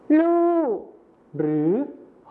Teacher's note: นี่ก็จะเป็นการเปลี่ยนเสียงพยัญชนะต้นเดียวนะครับก็คือรอเรือในภาษาไทยมาตรฐานนะครับไปเป็นพยัญชนะต้นเดียวในภาษาถิ่นอีสานก็คือลอลิงกับฮอนกฮู้นั่นเองครับ